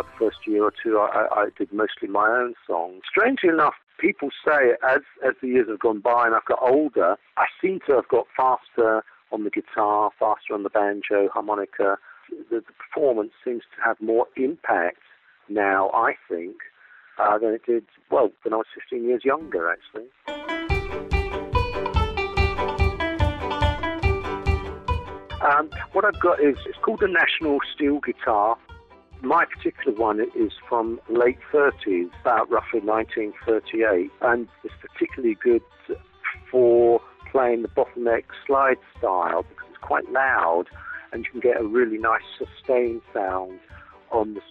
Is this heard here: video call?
no